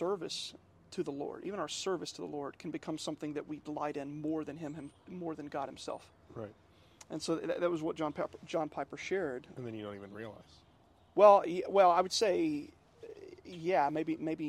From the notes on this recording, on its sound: This one was recorded while sitting on my back porch at Fort Drum, New York.